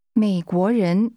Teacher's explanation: The tone first falls, then rises twice.